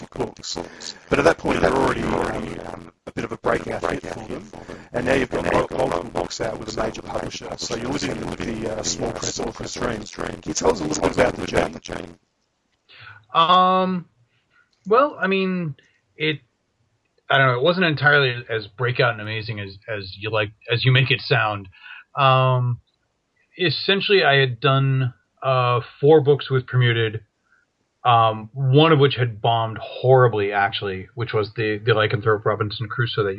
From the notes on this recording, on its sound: First few questions are a bit distorted (though intelligible). Skype reins in its anger in time.